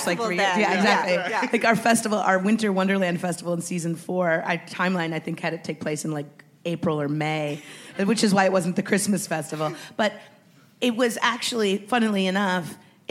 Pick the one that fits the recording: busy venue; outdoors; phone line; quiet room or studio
busy venue